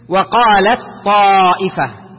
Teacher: خلاص يصبح حرف الطاء هو المثبت والتاء لا ينطق